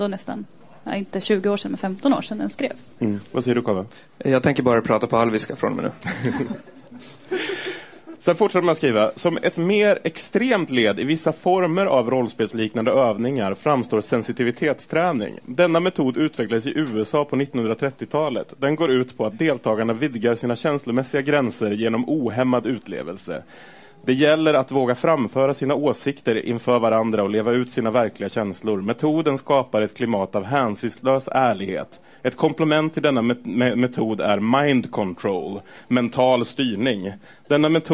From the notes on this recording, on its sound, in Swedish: Inspelat live på Serieteket i Stockholm.